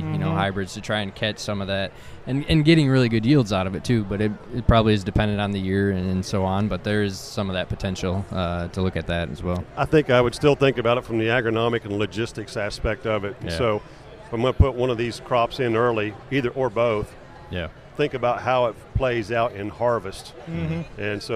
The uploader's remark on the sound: From Commodity classic in New Orleans, the new Purdue Crop Chat podcast comes from the trade show floor.